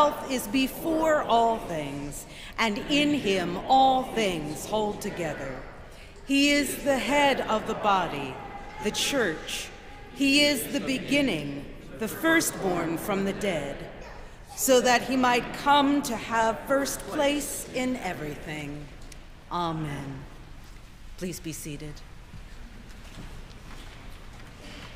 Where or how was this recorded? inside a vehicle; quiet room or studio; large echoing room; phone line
large echoing room